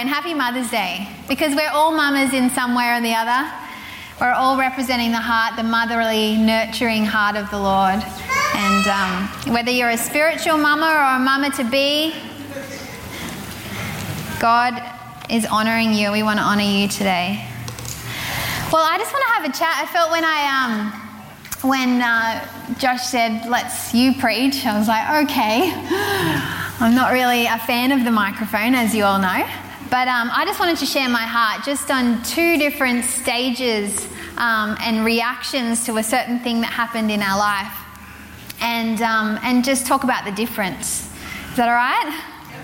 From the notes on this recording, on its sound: Recorded from Zion Church’s Sunday Service on the Gold Coast, 4pm at Burleigh Waters Community Centre on the 8th of May 2022.